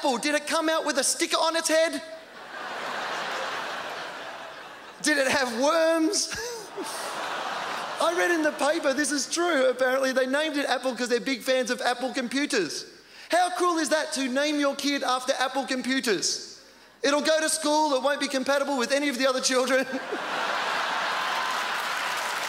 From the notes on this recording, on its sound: Delivers a high energy set at the 2004 Just for Laughs Festival in Montreal.